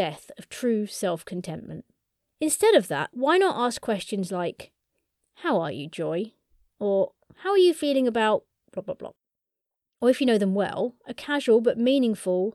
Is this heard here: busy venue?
no